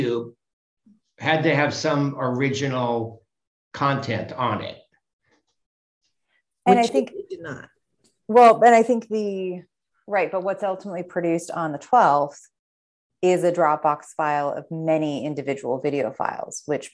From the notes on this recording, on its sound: 2022-05-02 Open Government Commission Meeting - ZOOM.